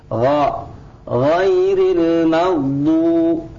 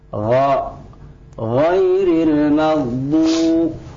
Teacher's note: Sedangkan fathah membuka huruf tersebut dengan membuka mulut ke samping ya, menjadi a ya. Kemudian kita tebalkan dengan mengangkat pangkal lidah kita.